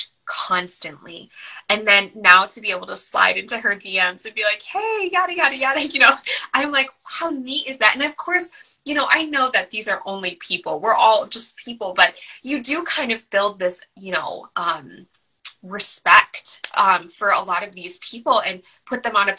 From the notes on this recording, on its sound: Originally recorded on Instagram Live